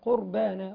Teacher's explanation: طيب أكمل إذ قرب قربانا نراعي كذلك الباء بعد في كلمة قربانا طبعا القاف مفخمة والراء أيضا مفخمة فنراعي ترقيق الباء